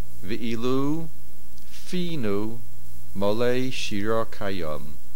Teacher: The word finu, the accent is on the fe, mil'el, meaning our mouth.